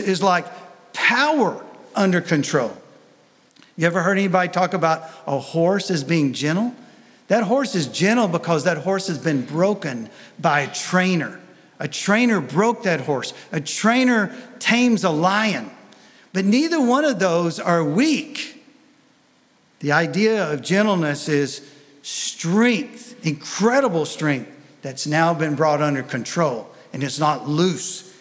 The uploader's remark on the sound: Sunday Message recorded 05 February 2023